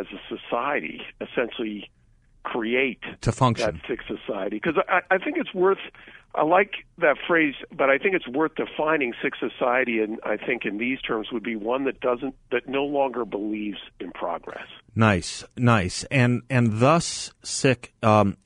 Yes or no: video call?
no